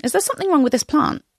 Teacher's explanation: That had uptalk in the way that I would use in normal speech.